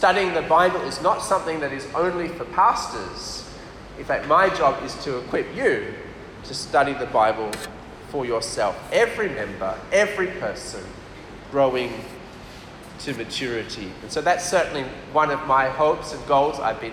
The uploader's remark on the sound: This talk was delivered for USM PKA CF Camp on 28th February 2023.